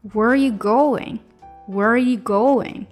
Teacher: 你会觉得好像没有听到 R，这就对了。一般情况下，这个 R 都是带过的。等于是 where 跟 are 前面的元音连起来了，就变成 where you where you are 就不见了。Where you going?